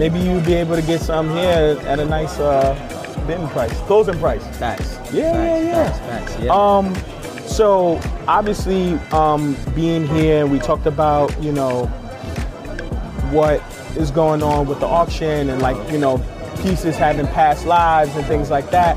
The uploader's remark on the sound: Live At Sothebys Luxe Edit. Visiting the Luxury Edit Exhibition at Sotheby's before the live auction.